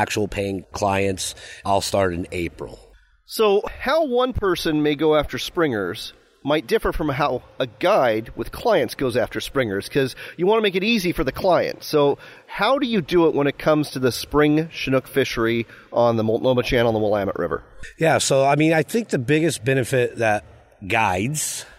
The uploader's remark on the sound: audio from the Washington Tri-Cities Show